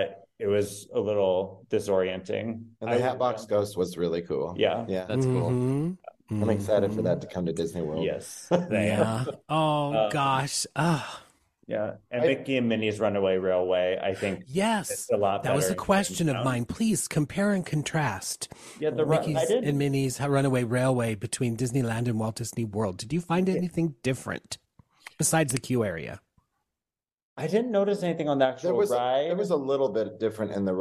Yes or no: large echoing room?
no